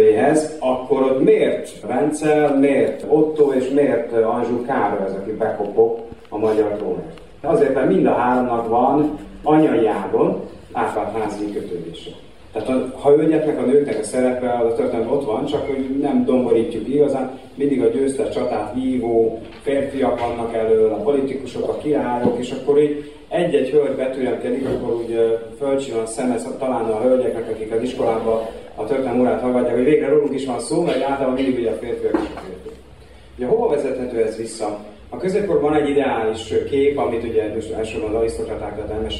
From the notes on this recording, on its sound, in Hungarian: A hangfelvétel a VM4K konferenciáján készült.